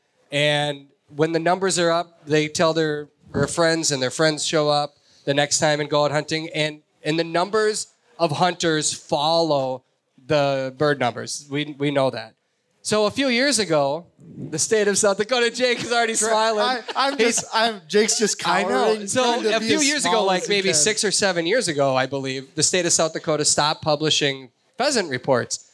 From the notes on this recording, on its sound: Pheasant Opener LIVE in Sioux Falls. Join us for a LIVE show. Questions from the audience.